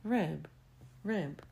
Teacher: а в другом случае rib на конце слабый б и гласный звучит немножечко длиннее